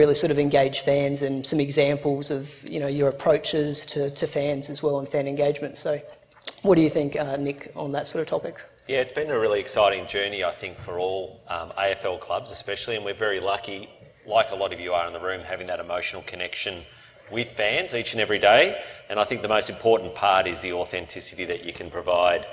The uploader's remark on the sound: presentation recorded at BrewCon 2018